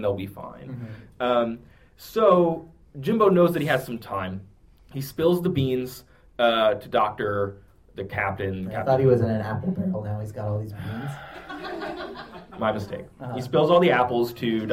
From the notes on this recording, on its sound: Live in Philly. It's a live show! At our live show at the Free Library of Philadelphia.